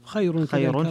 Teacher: خير فيها ترقيق الراء لورش